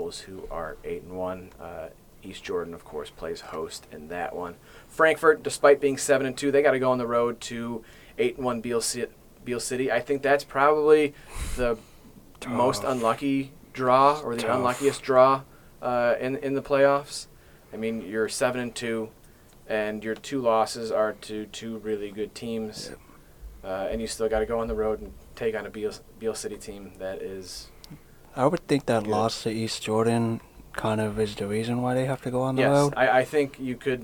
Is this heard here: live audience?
no